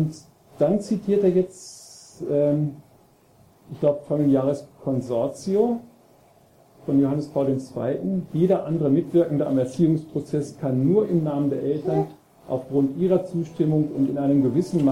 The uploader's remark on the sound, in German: Vortragsmitschnitten vom diesjährigen Kongress "Freude am Glauben" und vom "Forum Altötting".